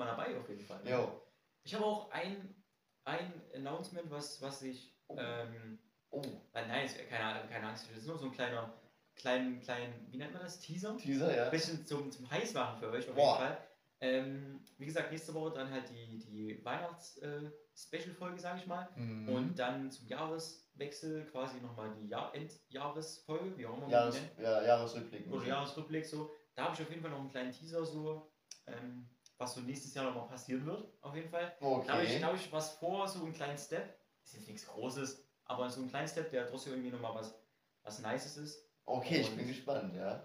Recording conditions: poor microphone